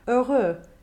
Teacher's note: One of the prime examples of this rule that we see in diction books is the word for happy, heureux, which we have close to the end of this text. Here, the open OE in that first syllable may be closed a touch more to keep it better in line with the closed O slash at the end of the word · Term: Vocalic harmonization